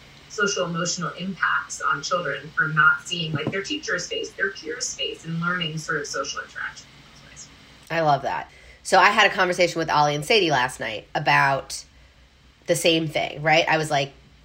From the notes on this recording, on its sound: We decided to hit record right on my iPhone. This episode is a little different - it's raw, unfiltered and unedited.